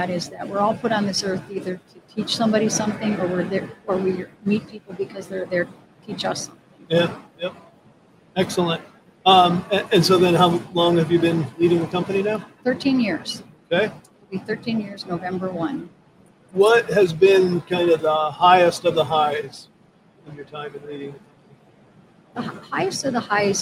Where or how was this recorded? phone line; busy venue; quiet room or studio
busy venue